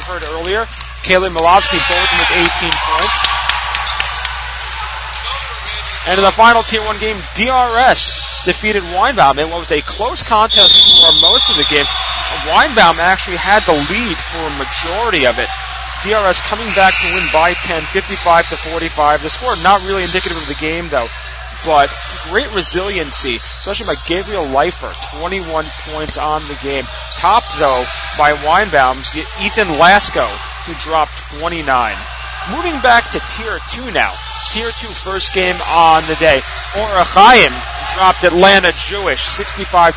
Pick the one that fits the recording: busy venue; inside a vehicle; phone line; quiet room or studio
busy venue